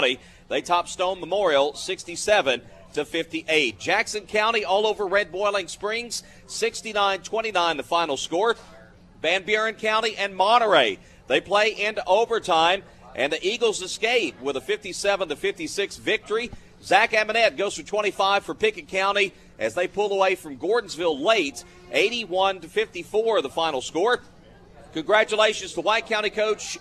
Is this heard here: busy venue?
yes